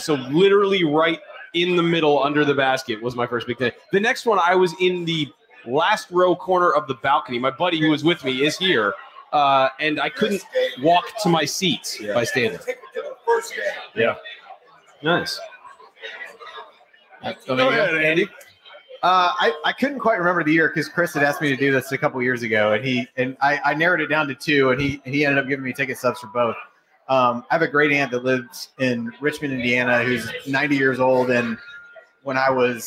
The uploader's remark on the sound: Assembly Call was live at Switchyard Brewery in Bloomington for its annual meetup.